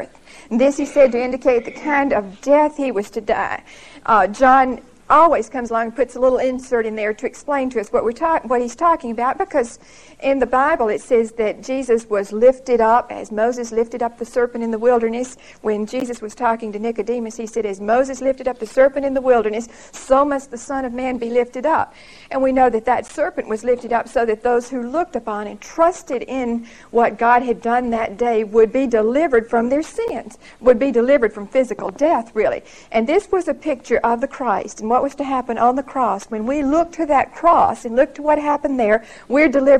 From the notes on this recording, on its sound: Recorded 10/7/1975 at Whitesburg Baptist Church.